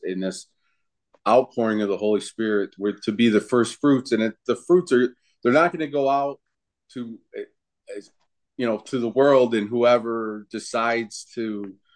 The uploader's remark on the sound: Oceanside Zoom Class